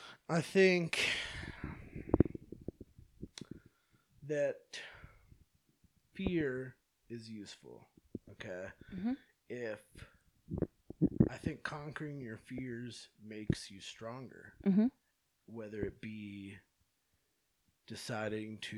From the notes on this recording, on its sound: Note: We didn't have mic stands when we recorded this and it shows. Burgh records, Freesoundlibrary, & Soundbible for the ambient sounds.